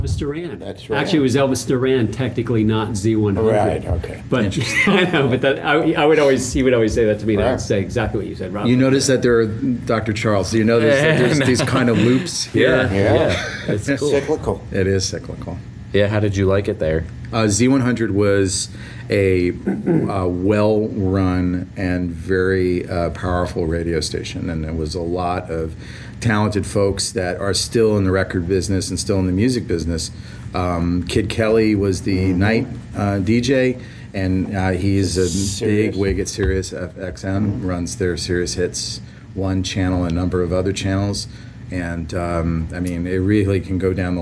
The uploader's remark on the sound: This was recorded at the Music Biz Conference in Nashville on May 17th, 2016.